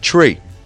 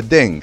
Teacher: the TH we often use as a T or sometimes a D. For three, we say tree.